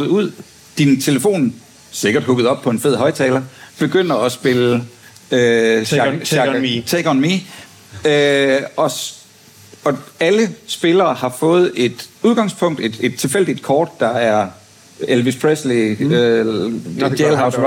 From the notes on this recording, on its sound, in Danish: Live fra Aarhus Festuge 2023. Inviteret til Aarhus af Podcaster.dk, som del af programmet på årets udgave af Aarhus Festuge.